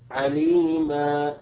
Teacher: أيها الإخوة في الوقف دون الوصل، يعني مثلا كلمة عليما حكيما، كلمة عليما إذا أردنا أن نقف عليها نقول عليما، فهنا ثبت المد الأصلي بمقدار حركتين